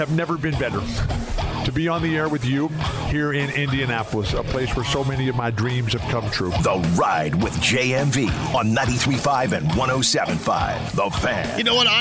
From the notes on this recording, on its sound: He also takes some phone calls! The show keeps rolling with more phone calls and comments from listeners of the show!